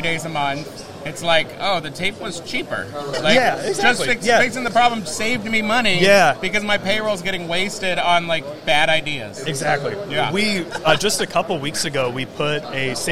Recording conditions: busy venue